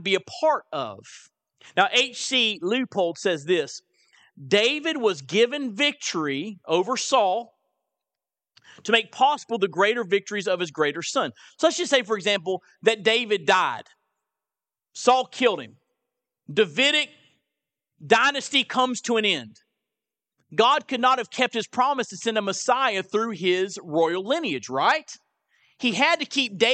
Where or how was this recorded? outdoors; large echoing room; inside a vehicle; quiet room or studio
large echoing room